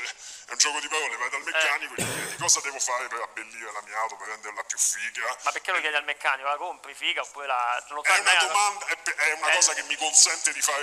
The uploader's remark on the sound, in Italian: Al telefono in questa puntata